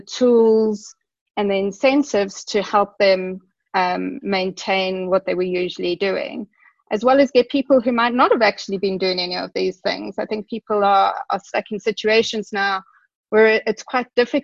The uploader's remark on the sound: via a Zoom call